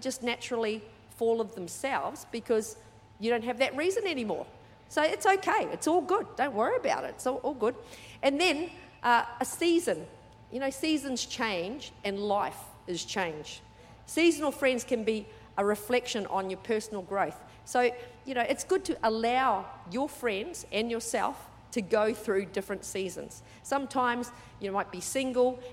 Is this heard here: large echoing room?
yes